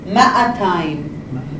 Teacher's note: if you're from Jerusalem, you say ma'atayim. You do not lose the aleph.